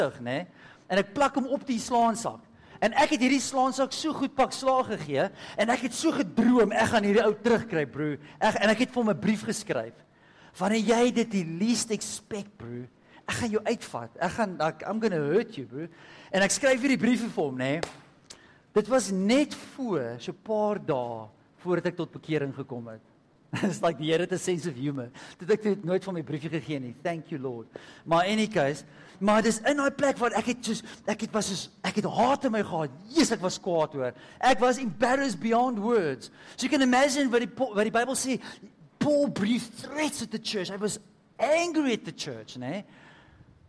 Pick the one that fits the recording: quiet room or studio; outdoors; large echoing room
large echoing room